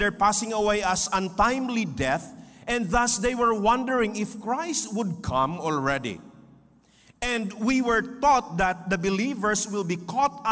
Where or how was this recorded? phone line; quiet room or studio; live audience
live audience